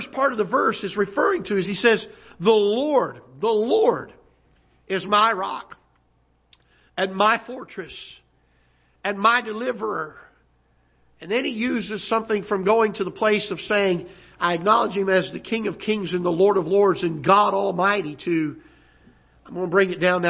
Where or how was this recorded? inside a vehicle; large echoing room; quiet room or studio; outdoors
large echoing room